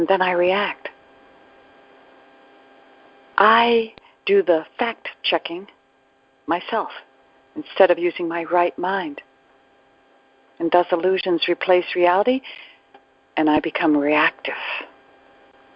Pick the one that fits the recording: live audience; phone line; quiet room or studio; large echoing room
phone line